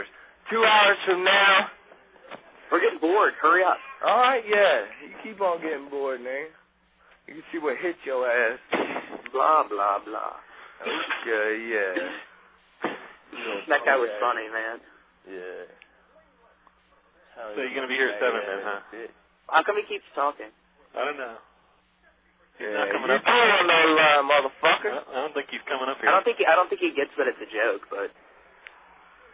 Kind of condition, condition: link, phone line